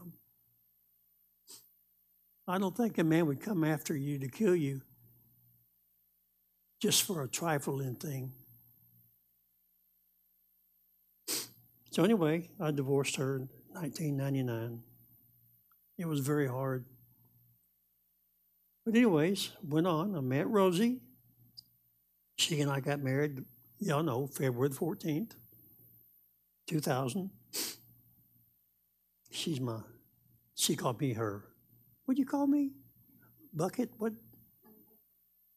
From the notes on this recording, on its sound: Live Wednesday Evening Service.